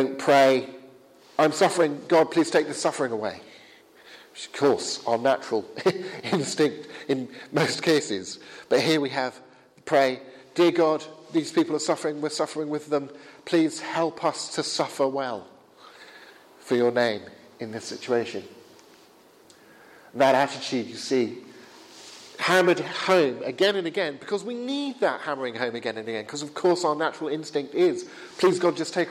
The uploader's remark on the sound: Held at Highfield Church Southampton.